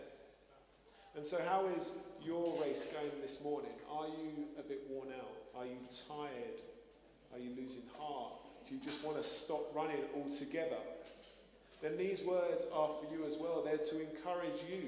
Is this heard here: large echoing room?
yes